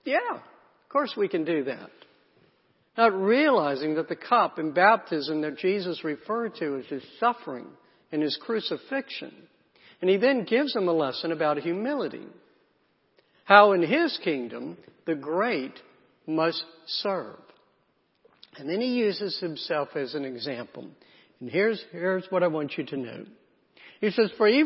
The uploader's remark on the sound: Sunday messages from Lake Oconee Presbyterian Church (PCA) in Eatonton, GA.